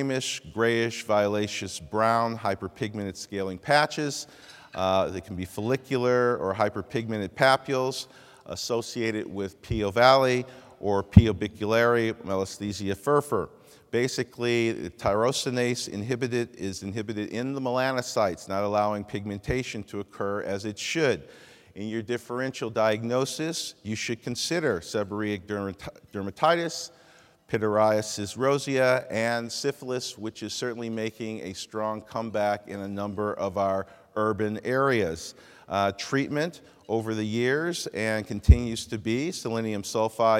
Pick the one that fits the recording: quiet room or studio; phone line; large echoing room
large echoing room